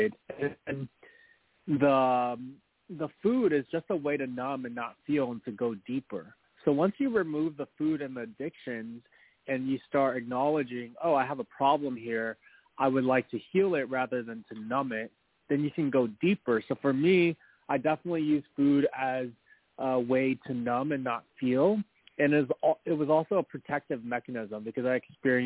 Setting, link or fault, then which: link, phone line